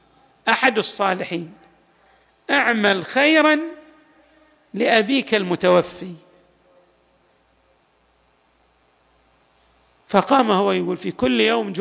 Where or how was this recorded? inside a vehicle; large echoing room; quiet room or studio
large echoing room